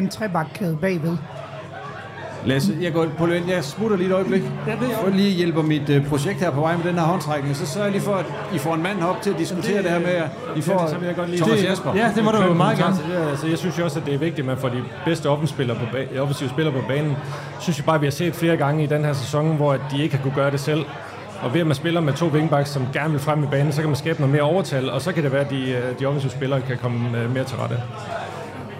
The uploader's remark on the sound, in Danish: live fra Proud Mary